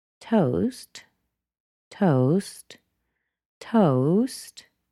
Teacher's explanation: She's finished talking about the breakfast, but she rises just a slight amount because she's going to continue telling about her day.